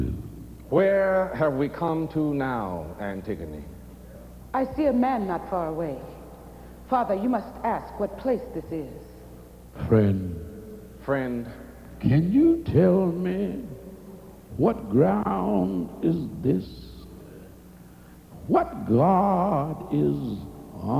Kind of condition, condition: setting, live audience